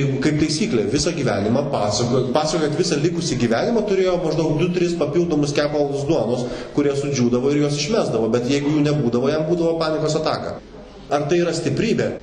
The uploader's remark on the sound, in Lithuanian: Įrašas iš šeimų festivalio.